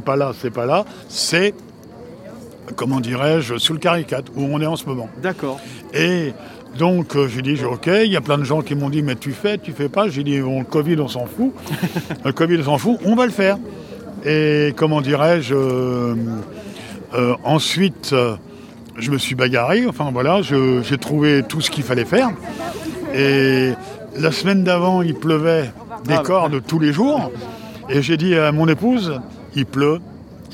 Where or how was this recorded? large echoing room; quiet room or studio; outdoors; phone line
outdoors